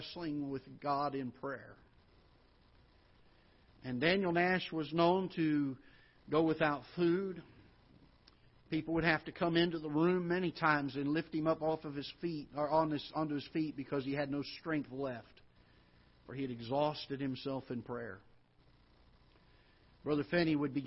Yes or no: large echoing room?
yes